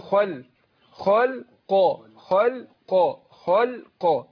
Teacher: يبقى انا الخاء مفخمه والقاف مفخمه وفي وسطهم اللام ايه مرققه، فما تاثرش تفخيم الخاء ولا القاف على اللام اللي هي في النص.